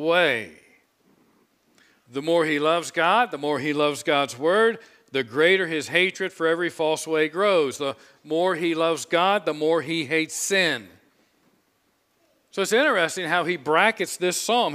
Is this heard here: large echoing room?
yes